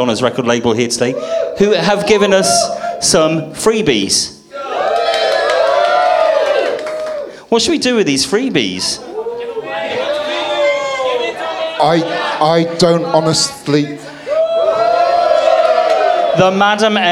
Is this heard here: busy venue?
yes